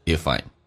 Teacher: 那个 I'm 很显然不用去发双元音了，变成 ifI'm